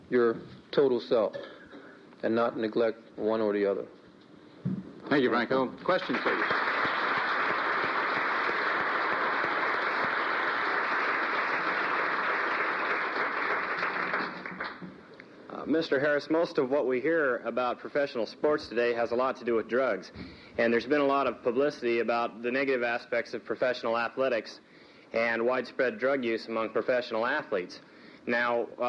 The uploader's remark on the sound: recorded during the Academy of Achievement's 1984 Summit in Minneapolis, Minnesota